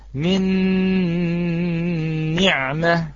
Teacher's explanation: إدغاما غير مستكمل التشديد لبقاء بعض الحرف غير مدغم وهو الغنة · Term: الشد غير المستكمل